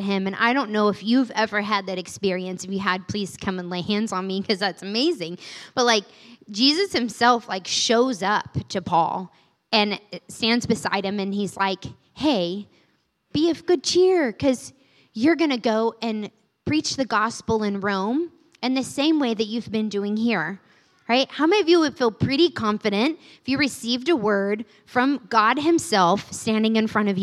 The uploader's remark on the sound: recorded on Sunday, September 17th, 2023, during service at The Anchor Church in Rockport, Maine